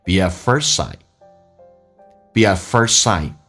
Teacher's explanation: What things seem 长元音 e seem tobe， b 跟 at 可以有一个连音，元跟元之间连音 · at 的 t 不发音，first 的 t 不发音， sight 的 t 也可以不用发音